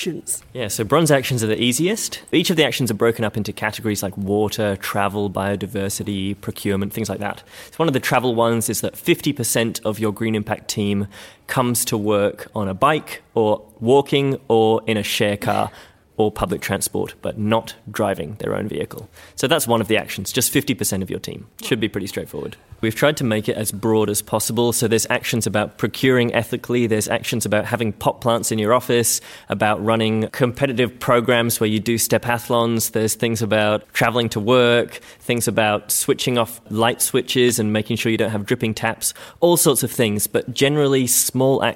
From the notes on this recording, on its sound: We gate-crashed the 2017 University of Melbourne professional Staff Conference